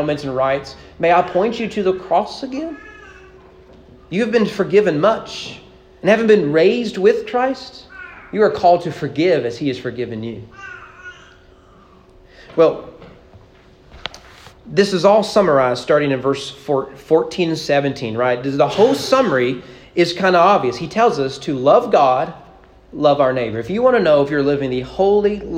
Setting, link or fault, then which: setting, large echoing room